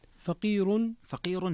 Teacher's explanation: فيها ترقيق الراء لورش